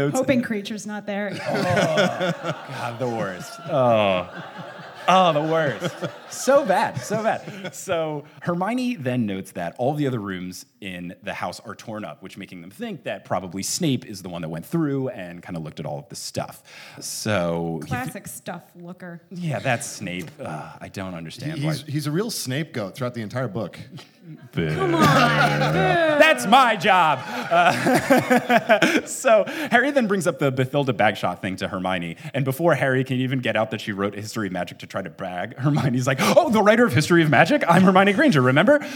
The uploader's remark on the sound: LIVE IN SEATTLE. A super fun Q&A session with the audience!